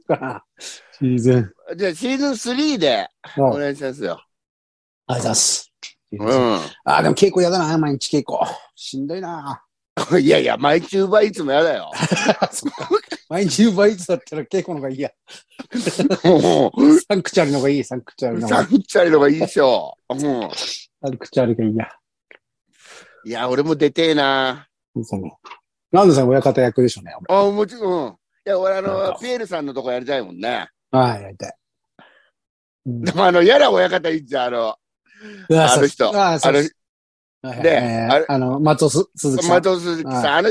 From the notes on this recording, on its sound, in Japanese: ZOOMで収録〜。